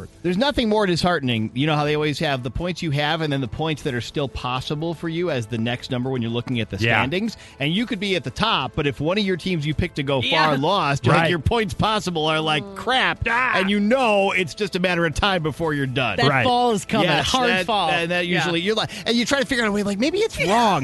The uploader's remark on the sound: Mixers called